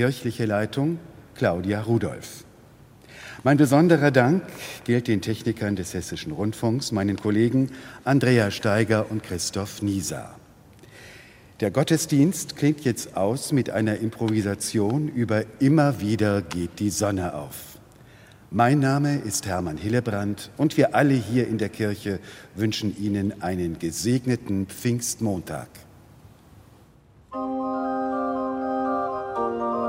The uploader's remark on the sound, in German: Evangelischer Gottesdienst zum Pfingstmontag aus der ev. Karlskirche Kassel